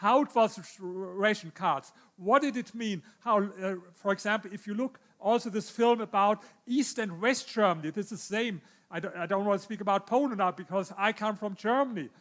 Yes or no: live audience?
yes